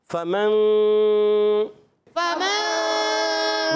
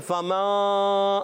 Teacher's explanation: قاعدہ ہوگا، کون سا قاعدہ ہوگا، اخفا، اخفا کی معنی چھپانا، نون کو چھپا کر ایک الف کا غنہ بھی کریں گے · Shown in: first take